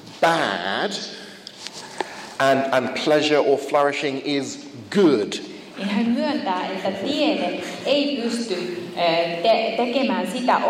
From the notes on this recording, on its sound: First of two Q&A sessions on the problem of evil from a conference on the subject held in Finland, April 11th 2015.